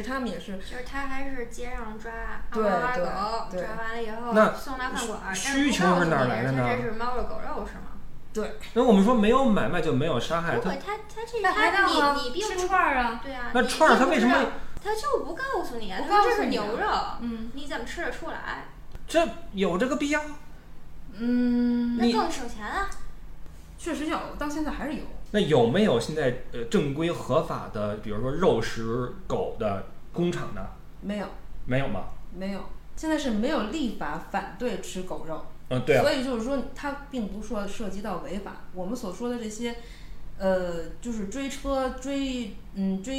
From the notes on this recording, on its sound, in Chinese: 小破话筒难以支持多人录音，本期音质堪忧，望谅解。